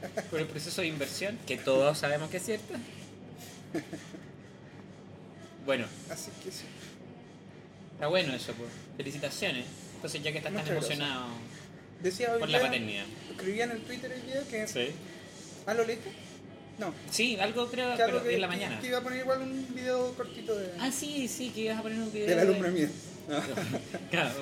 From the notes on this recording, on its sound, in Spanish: Fue grabado en la cafetería de la Clínica Santa María.